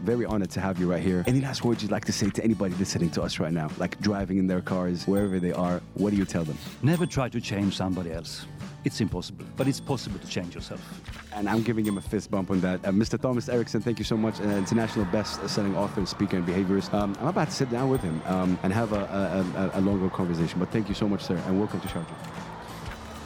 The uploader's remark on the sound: Live at SIBF 2023. On the sidelines of his talk.